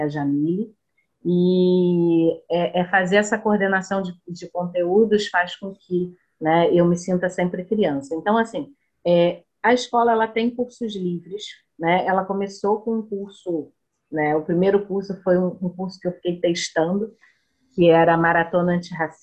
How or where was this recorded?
video call